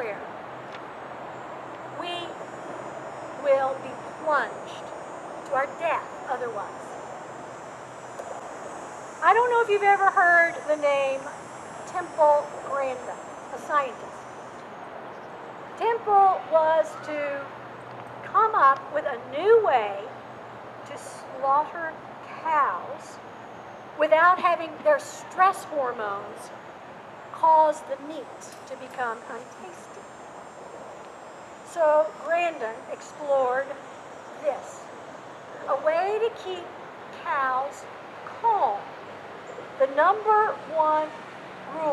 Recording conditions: outdoors